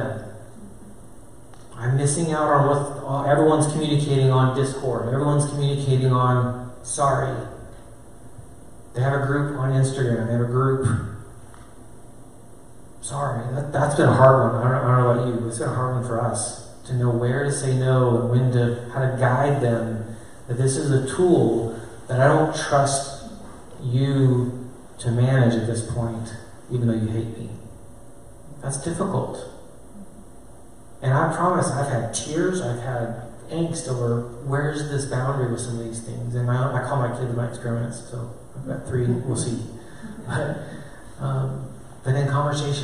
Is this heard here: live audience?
yes